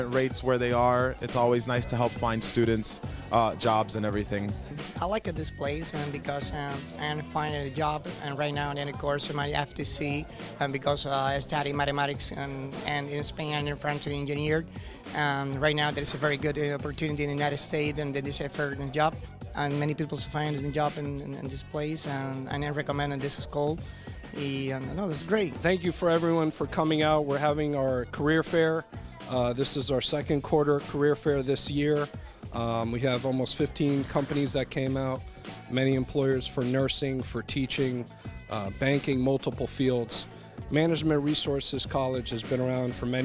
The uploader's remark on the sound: ON THE STREET. MRC JOB FAIR.